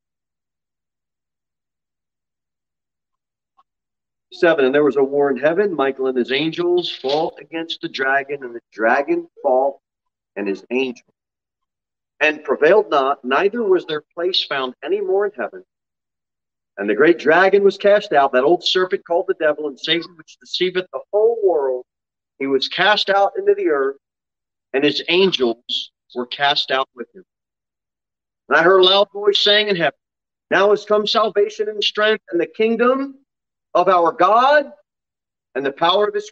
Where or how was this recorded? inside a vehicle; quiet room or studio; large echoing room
large echoing room